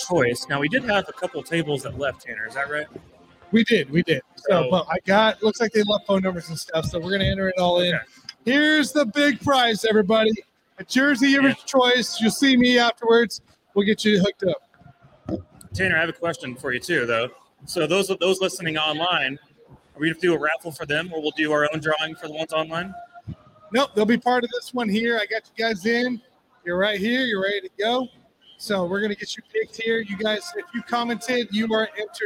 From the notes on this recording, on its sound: Chiefs Draft Buzz LIVE at Limitless Brewery.